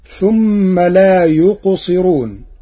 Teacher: قرأ ورش كلمة لا يقصرون بترقيق الراء لكسر قبلها